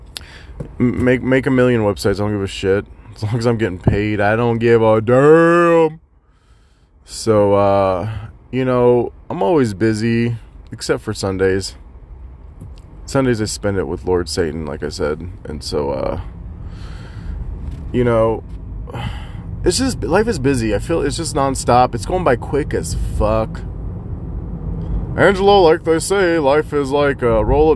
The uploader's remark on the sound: Rambling in the car while driving to gym.